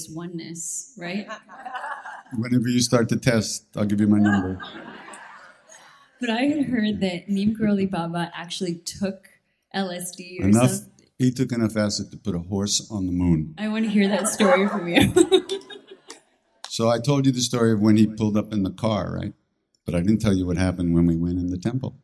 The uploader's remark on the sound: answers questions from a live audience